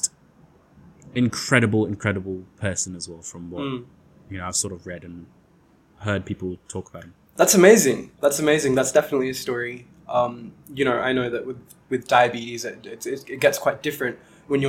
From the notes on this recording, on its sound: This episode has some technical difficulties